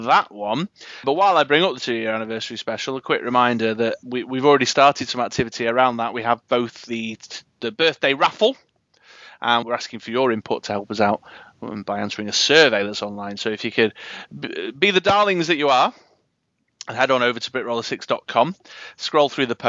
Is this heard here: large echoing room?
no